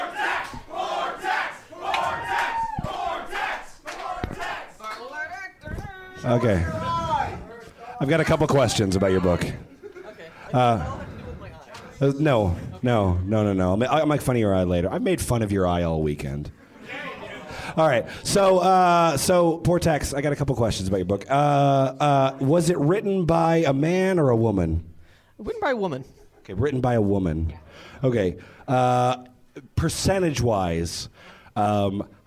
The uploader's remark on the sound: From the raucous Grumpy's Bar in Downtown Minneapolis, The F Plus Live is back!